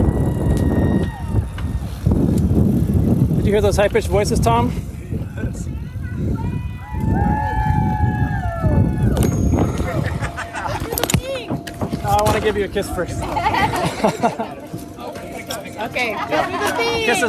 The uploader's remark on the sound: takes you on an audio journey from the long-awaited Seattle to Portland (STP) ride, a two day 206-mile cycling pilgrimage.